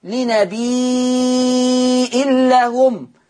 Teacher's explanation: لما ورش يثبت الهمز هيبقى مد متصل